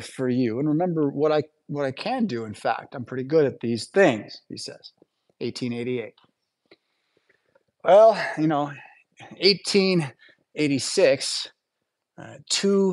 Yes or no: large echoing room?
yes